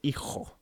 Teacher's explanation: in Spain, they say hijo, with a sort of much more throaty J sound